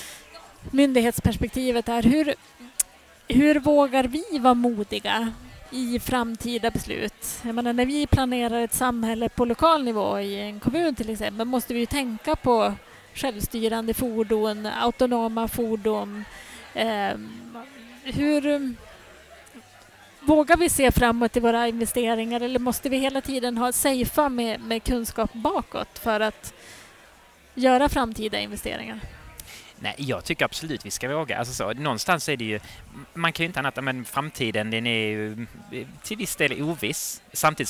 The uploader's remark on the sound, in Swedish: Du lyssnar till en livepodd från Ingenjörsdagen den 9 november i Göteborg.